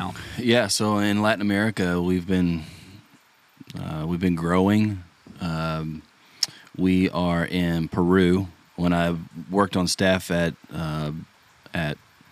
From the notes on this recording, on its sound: In the jungle of Talamanca, Costa Rica. We literally recorded the podcast in the middle of the jungle.